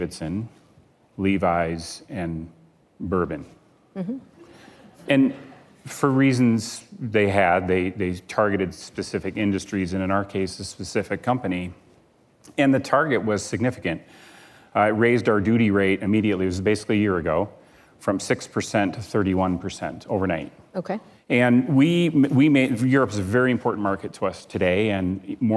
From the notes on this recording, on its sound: live onstage at the 2019 Code Conference